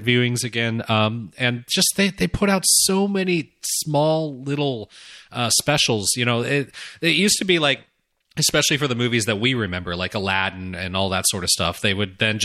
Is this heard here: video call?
no